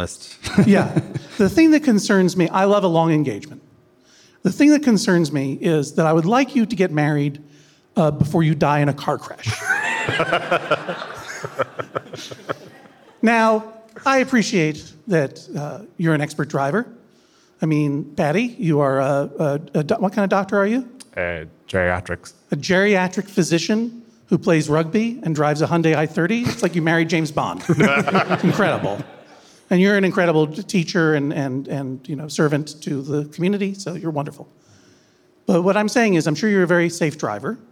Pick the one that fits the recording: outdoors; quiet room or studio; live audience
live audience